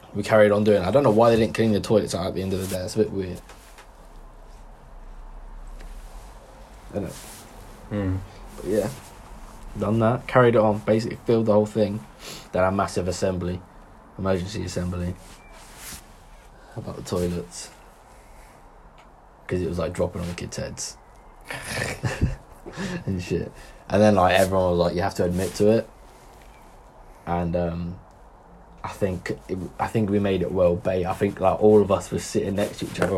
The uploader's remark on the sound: We've made this podcast with just our phones so appologize for the quality.